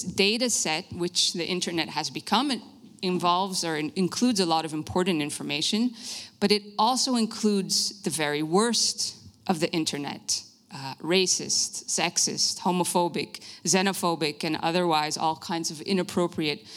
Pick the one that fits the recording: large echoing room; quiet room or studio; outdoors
large echoing room